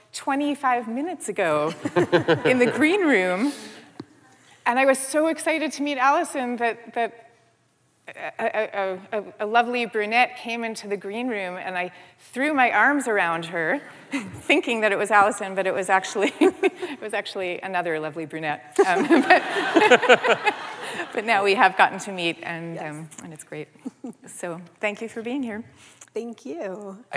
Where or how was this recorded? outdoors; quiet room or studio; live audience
live audience